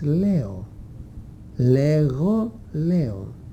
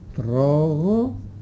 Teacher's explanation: Ανάμεσα στα φωνήεντα έφυγε το γάμα. · Shown in: first take